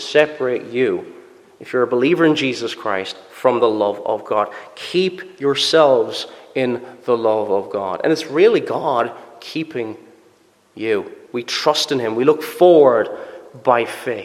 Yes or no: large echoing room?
yes